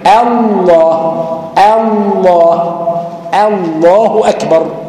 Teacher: الهمزه دي عند الابتداء بتفتح وتقطع وترقق